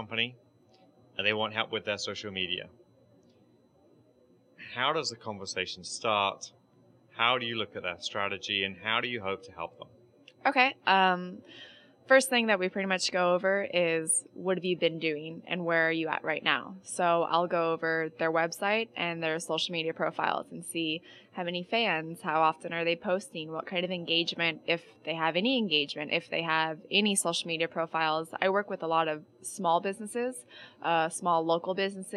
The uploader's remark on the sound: In this podcast recorded at Pubcon Las Vegas 2014